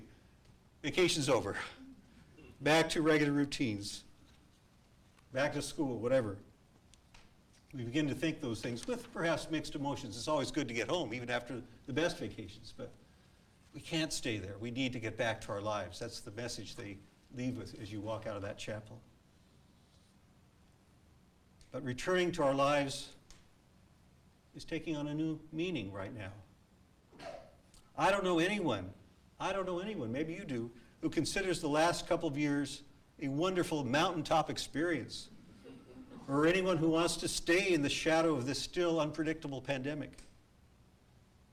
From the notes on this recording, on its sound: A live recording from our church in San Jose, California.